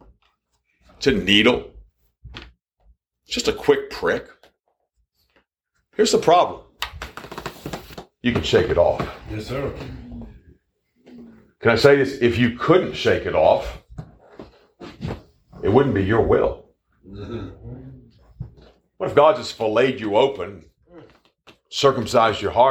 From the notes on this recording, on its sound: Preached at the Anchor Baptist Church in Wellsville, NY